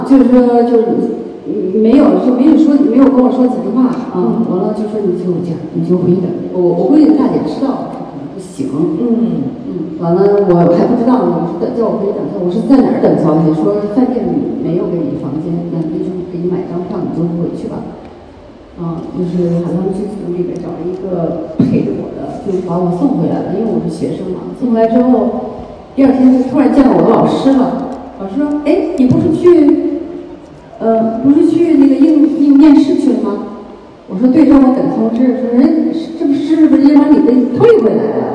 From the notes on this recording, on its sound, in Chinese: 这也是我们作为受邀媒体带回来的现场的声音